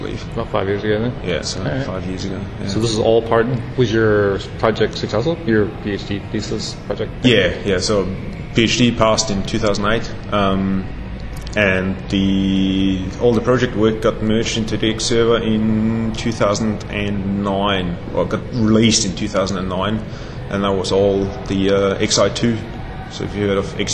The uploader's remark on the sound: Interview at X.Org Developer Conference (XDC) 2011